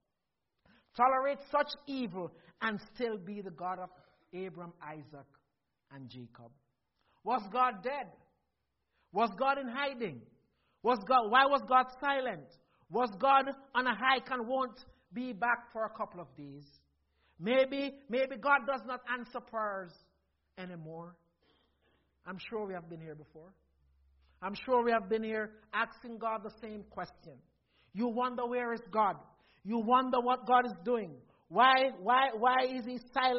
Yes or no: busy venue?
no